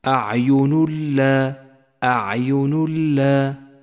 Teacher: ونشدد حرف اللام الذي بعده من دون غنة